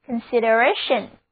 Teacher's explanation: consideration 重音放在倒数第二个音节上，单词就读作 consideration